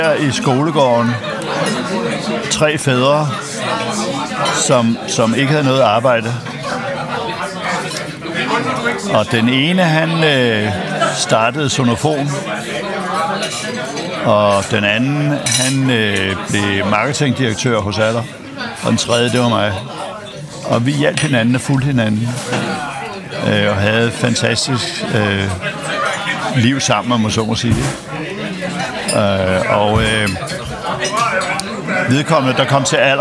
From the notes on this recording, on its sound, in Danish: Optaget på Nimb Brasserie, Tivoli, København.